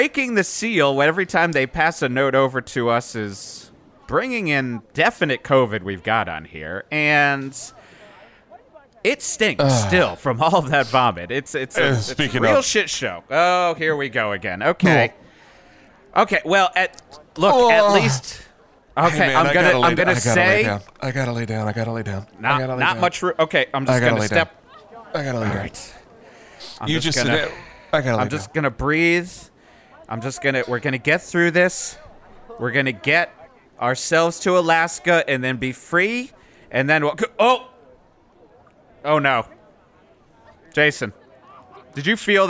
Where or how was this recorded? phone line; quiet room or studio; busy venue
busy venue